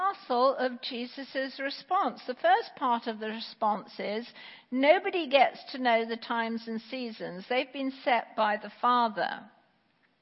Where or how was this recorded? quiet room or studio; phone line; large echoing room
large echoing room